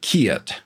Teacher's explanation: Basically, the vowels tend to become diphthongs, which means the 2 vowels run together, and that's what gives it that drawling quality. So instead of kit, you'll often hear kiet, which is like kiet, two vowels, e and I going together. · Term: Southern accent